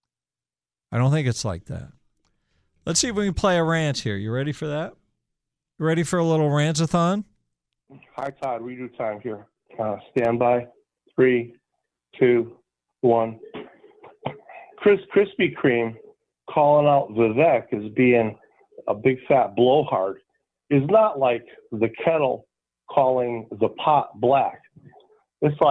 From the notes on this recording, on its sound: The live phone calls that accompany them.